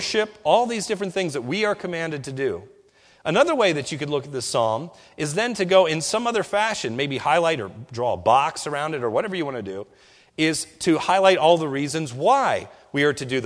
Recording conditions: large echoing room